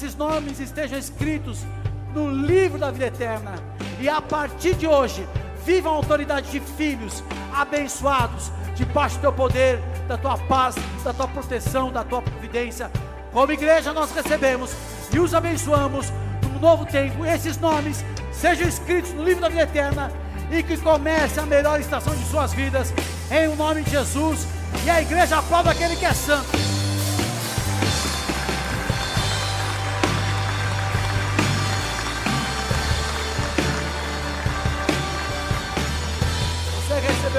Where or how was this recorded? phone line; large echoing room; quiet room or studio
large echoing room